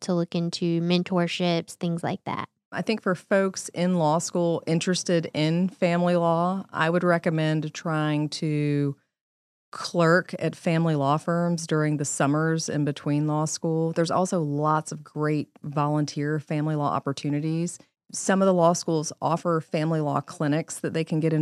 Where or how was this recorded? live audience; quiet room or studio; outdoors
quiet room or studio